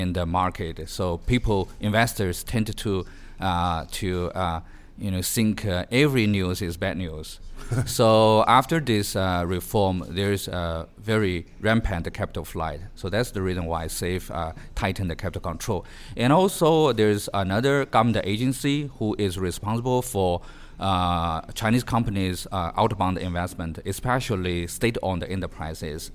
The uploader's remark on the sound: This week's podcast was recorded at the Caixin "Talking China's Economy: 2019 Forecasts and Strategies" conference in Chengdu in April.